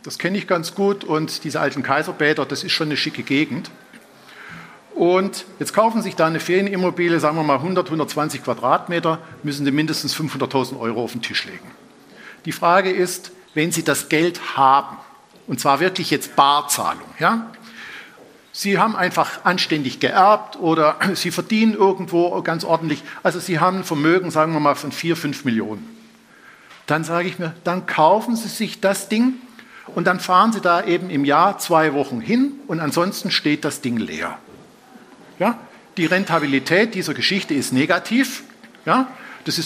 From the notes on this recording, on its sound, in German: live vom F.A.Z.-Kongress